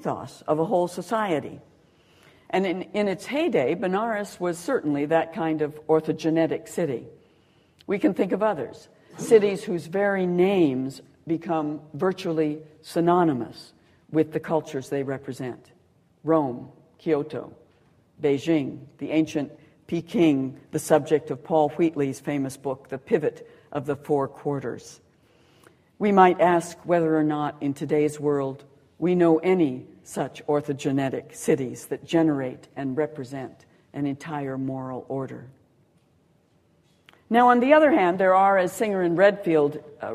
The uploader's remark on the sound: Recorded on 30 April 2009 at The University of Edinburgh.